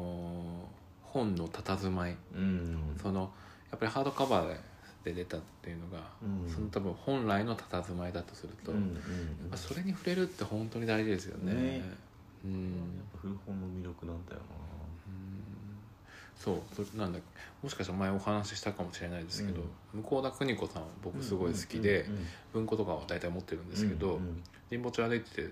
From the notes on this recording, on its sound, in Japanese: 外では3月の小雨が降る中収録した。